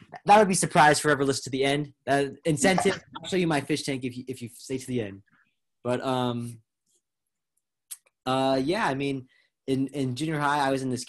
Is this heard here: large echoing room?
no